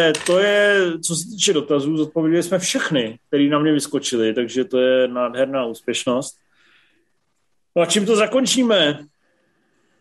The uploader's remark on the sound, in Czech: Nejnovější MZ Live nečekaně přes Zoom